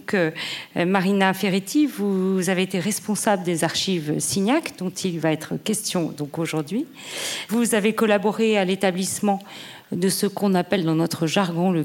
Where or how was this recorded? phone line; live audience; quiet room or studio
live audience